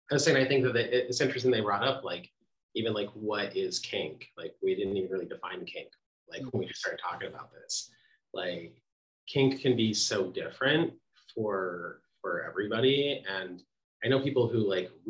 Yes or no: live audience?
no